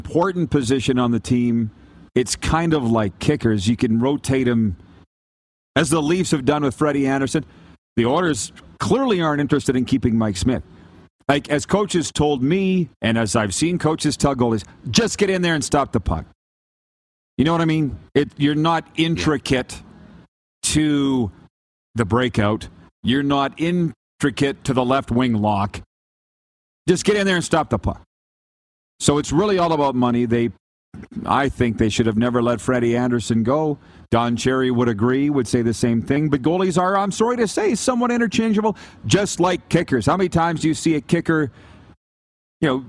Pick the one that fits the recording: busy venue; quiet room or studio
busy venue